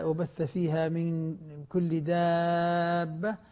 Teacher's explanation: كلمة دابة هذه مد لازم كلمة مثقل تمد مقدار 6 حركات. من داء كل دابة نمدها 6 حركات ضروري، هذا بسمي العلماء مد لازم، يعني جميع القراء يمدونه ولا أحد يقصره أبدا.